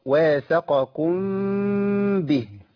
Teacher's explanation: الميم مخفاة عند الباء، واحنا قلنا قبل كده ان الاخفاء في خلاف اهل العلم على الهيئة، منهم من قال بإطباق الشفتين ولكن إطباق بدون جز، ومنهم من قال فرجة بسيطة تسمح بمرور الهواء، واللي بيميل لي هو الفرجة البسيطة اللي تسمح بمرور الهواء.